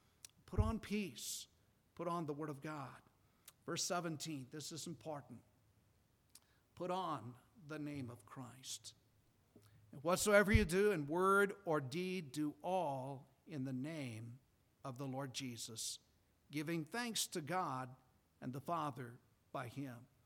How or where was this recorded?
large echoing room